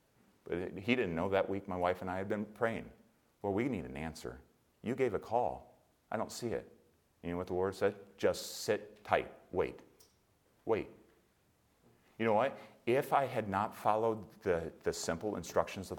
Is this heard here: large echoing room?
yes